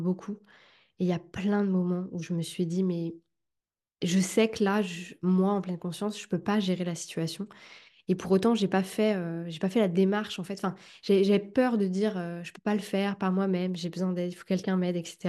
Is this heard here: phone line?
no